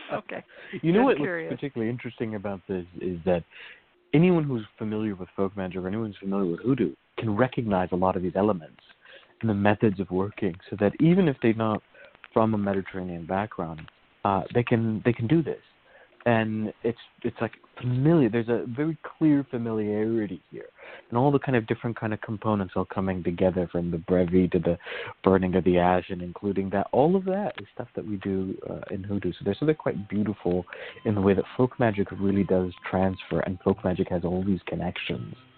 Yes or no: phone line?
yes